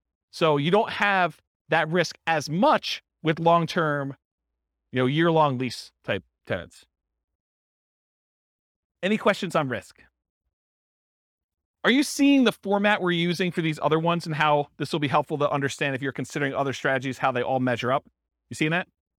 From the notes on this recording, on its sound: This was a live class recorded